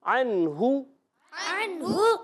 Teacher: ہو کو لمبا بھی نہیں کرنا